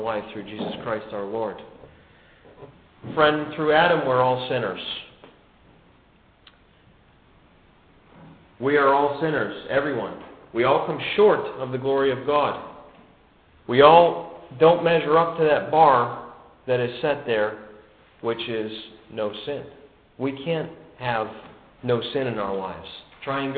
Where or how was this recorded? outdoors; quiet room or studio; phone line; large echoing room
large echoing room